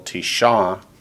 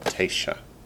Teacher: With nine, the masculine accents on the last syllable, tisha, but the feminine accents the first syllable, tesha.